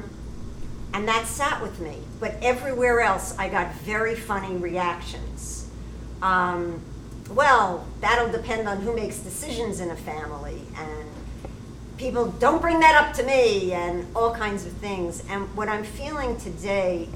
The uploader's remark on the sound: This is a recording of the Q&A from the NYC screening of Cut. The screening took place at the Museum of Motherhood on 84th Street.